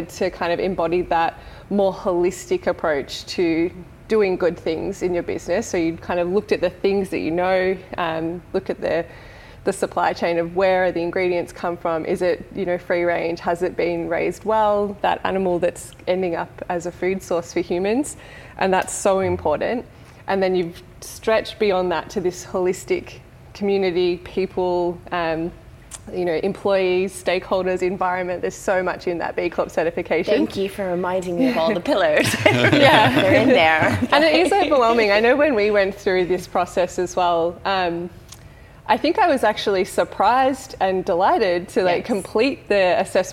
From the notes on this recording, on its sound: Our third episode is a very special live recording from our March Good Mornings breakfast event for purpose-driven folks held at the Frankston Social Enterprise Hub.